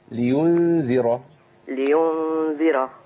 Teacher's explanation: الذال عندي مرققة والإخفاء مرقق